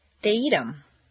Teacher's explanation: Notice that in fluent speech, the TH of them is frequently dropped, as is the H in other object pronouns